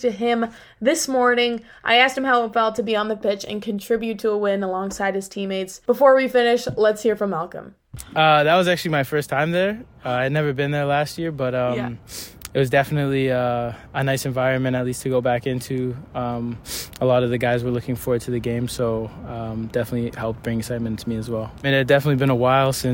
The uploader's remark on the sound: in the post match press conference